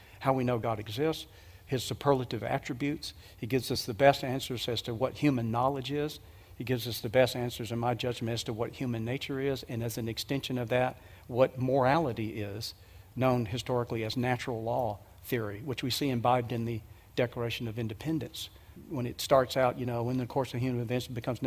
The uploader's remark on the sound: These were just a few of the questions addressed at the Question and Answer time at the 2023 Evidence and Answers Conference.